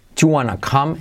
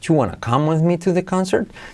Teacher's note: Ese do you se contrae en you.